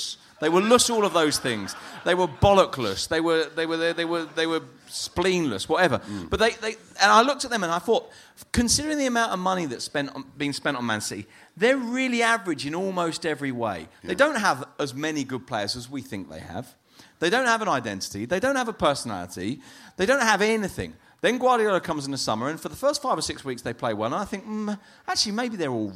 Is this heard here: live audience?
yes